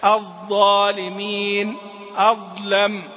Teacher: العناية بتحقيق مخرجها من طرف اللسان وأطراف الثنايا العليا · Term: الظاء